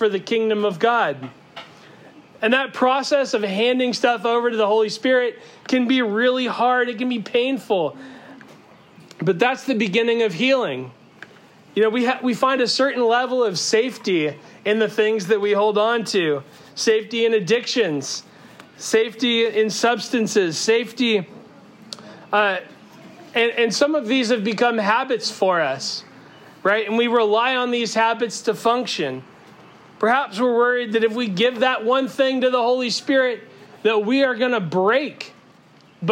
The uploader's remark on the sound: Our apologies that it sounds like we are yelling. The sermon was delivered outside with no amplification.